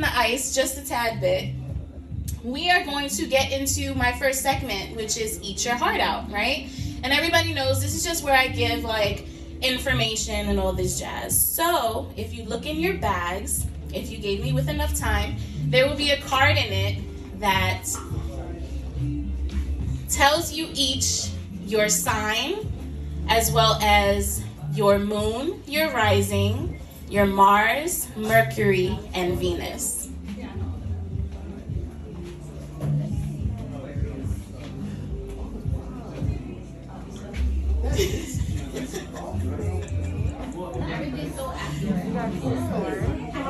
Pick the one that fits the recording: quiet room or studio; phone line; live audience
live audience